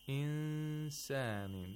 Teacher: The nun was not pronounced from its own place of articulation. Instead, the place of articulation of the letter after the nun was approximated, and a nasal sound was made for two vowel counts · Term: ikhfa of nun sakina